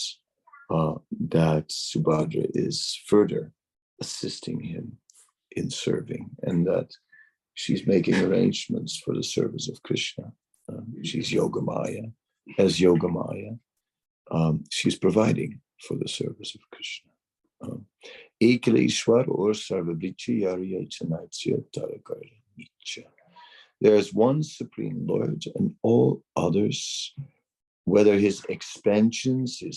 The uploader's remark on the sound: Zoom Meeting